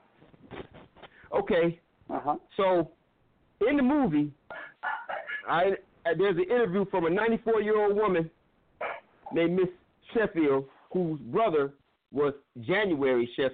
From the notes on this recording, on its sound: We have invited various people to call